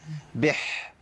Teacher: سامعين صوت البحه بتاعت الحاء بح، ما اقولش يسبح فين يا عم الحاء، يعني بقى في شبهة عين لكن الحاء مش باينه خالص.